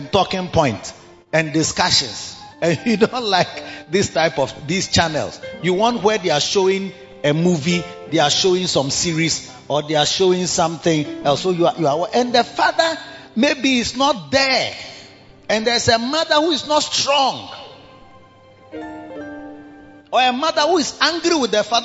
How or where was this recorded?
large echoing room